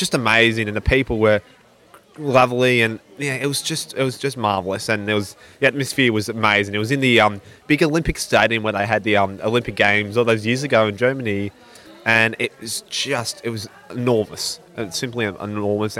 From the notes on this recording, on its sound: On an excursion to the Special Olympics Victorian State Games with her roving podcast mic. Went on an excursion to the Special Olympics Victorian State Games with her roving podcast mic.